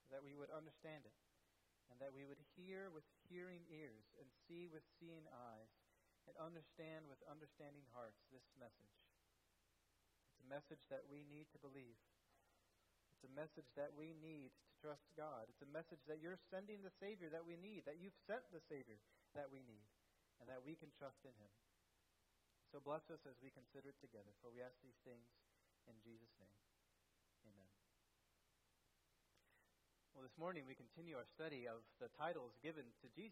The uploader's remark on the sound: at First Baptist Church in Delphi, Indiana